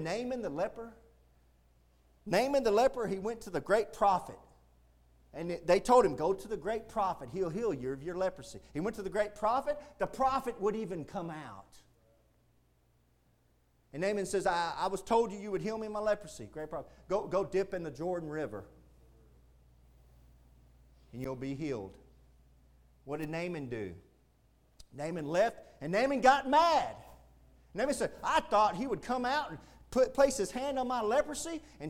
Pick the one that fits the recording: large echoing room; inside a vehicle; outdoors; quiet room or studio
large echoing room